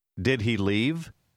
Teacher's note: Remarquez la façon dont l'intonation monte à la fin d'une question